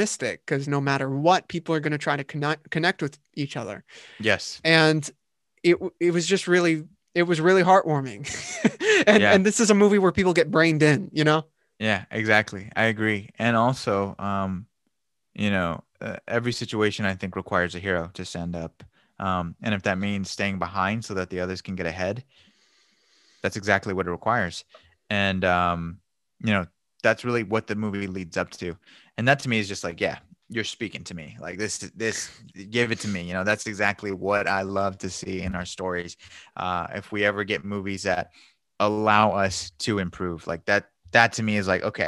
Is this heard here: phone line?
no